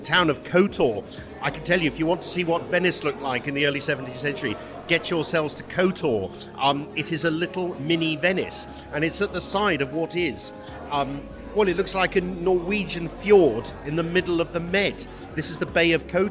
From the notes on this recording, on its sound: I'm at the New Deal Europe conference in central London